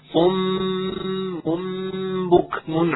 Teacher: عندنا ميمين صار، الميم الأولى صم مشددة، هي الميم المشددة هذه فنعطيها غنة مستطالة، ثم الميم الثاني التي قلبت أصلا عن التنوين برضو نعطيها غنة مستطالة لأنها يعني اتفقنا أن الإخفاء فيه غنة، وبعدها ننطق صم اللي هي بكم عالية، فنقول صم بكم هكذا، صم بكم عمي فهم لا يرجعون. · Term: إقلاب